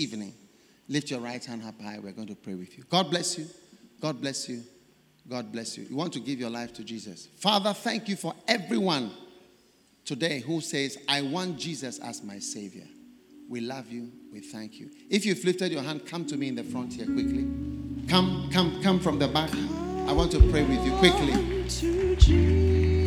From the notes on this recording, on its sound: Preached at the First Love Centre, Accra - Ghana